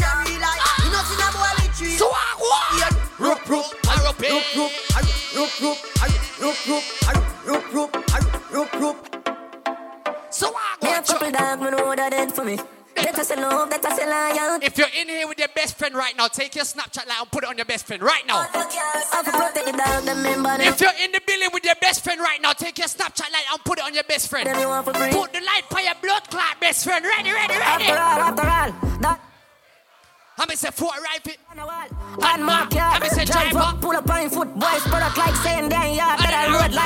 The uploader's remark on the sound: LIVE AUDIO SET FROM ISLAND BREAKOUT KAVOS 2023